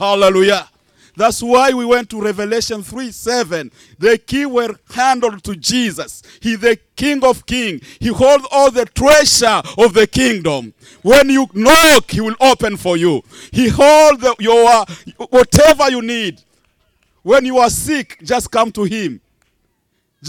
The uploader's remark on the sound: Church Outside